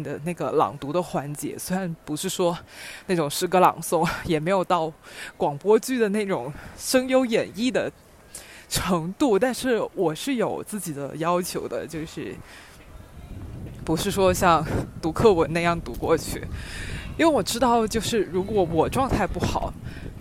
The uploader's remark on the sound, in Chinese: 这是一期户外录音的节目～～你们喜欢我一边散步一边聊吗？